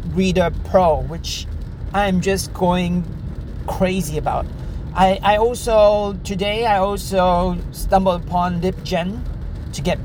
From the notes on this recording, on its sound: In my podcast, I take my audience along on my drive home while discussing various topics.